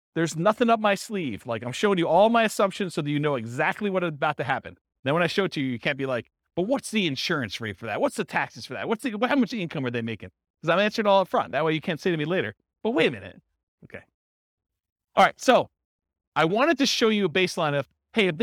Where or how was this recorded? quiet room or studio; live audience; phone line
live audience